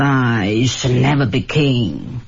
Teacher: 我们能听到你气泡音和那些摩擦的感觉